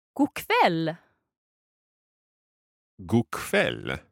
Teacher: It's quite tricky to run a k and a v sound together there.